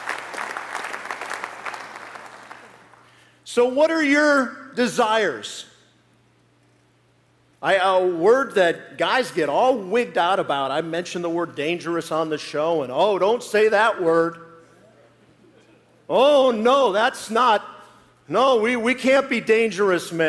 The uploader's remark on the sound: live message from the Kingdom Men's Gathering